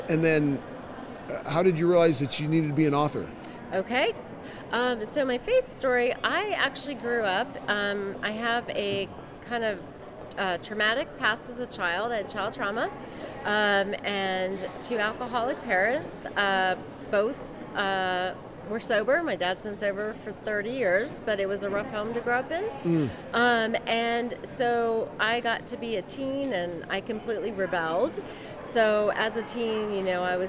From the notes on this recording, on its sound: LIVE from CPE 2022!